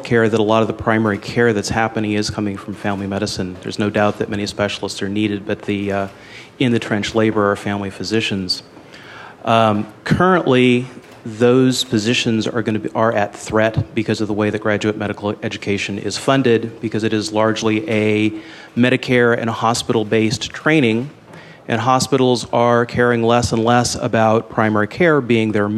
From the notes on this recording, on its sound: At the Café Revue in Fresno, a panel of healthcare providers and journalists discussed the future of rural medicine.